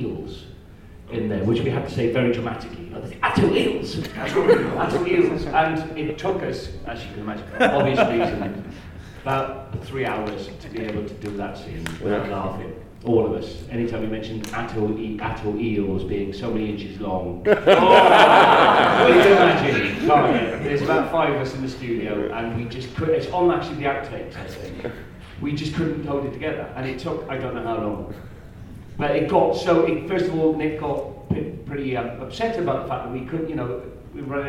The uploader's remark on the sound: Chicago TARDIS 2016. Since this was a con panel there is no five-minute controversy.